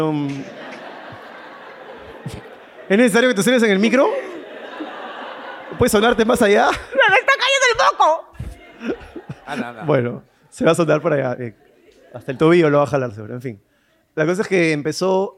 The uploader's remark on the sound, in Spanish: PRIMER SHOW EN VIVO